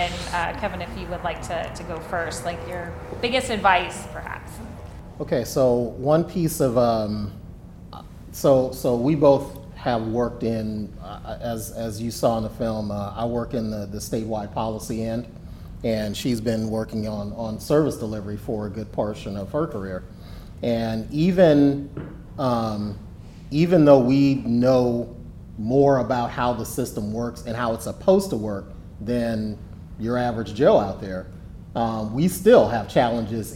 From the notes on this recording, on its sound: In this episode, we showcase a panel discussion following the premiere of "Jetro's Journey,".